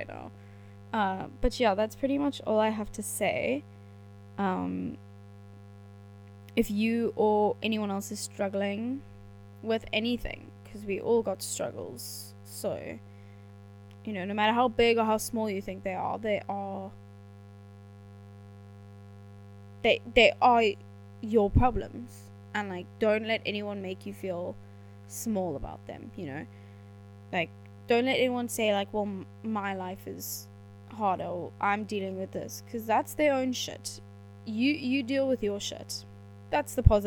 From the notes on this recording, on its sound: Apologies for the poor quality sound - we are working on this for the future.